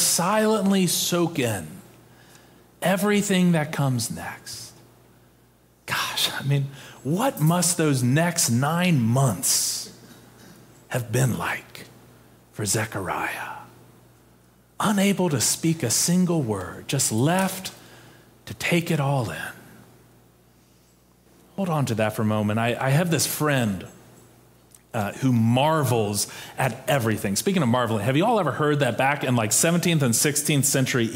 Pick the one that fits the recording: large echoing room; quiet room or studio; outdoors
large echoing room